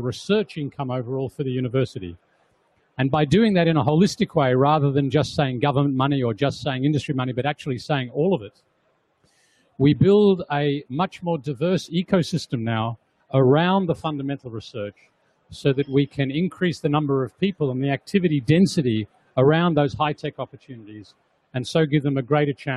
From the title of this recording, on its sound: From The Big Pitch 2015